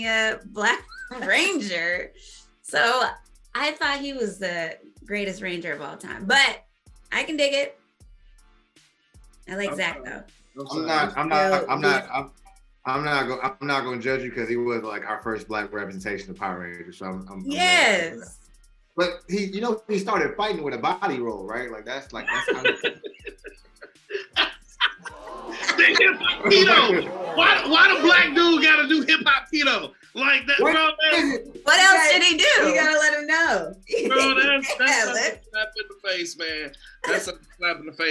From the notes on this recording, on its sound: this time we fired up the zoom app